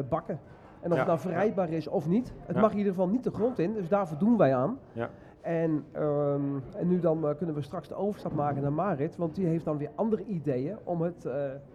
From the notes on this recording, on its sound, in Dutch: De opname van DUIC in Zaken vond plaats in Camping Ganspoort.